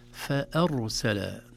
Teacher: نجد أن الراء هنا مفخمة لسكونها بعد فتحة